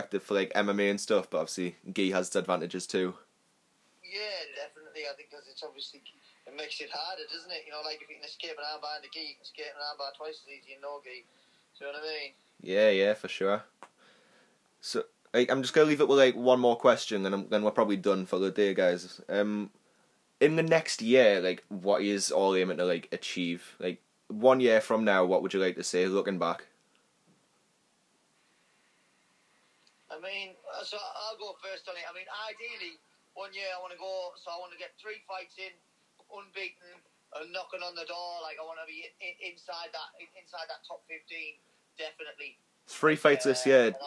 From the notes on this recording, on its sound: Via phone call.